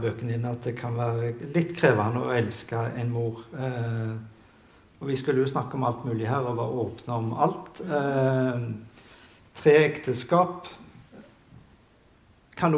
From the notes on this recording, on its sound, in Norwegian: Innspilt i kinosal 1 i Sølvberget bibliotek og kulturhus i september 2023.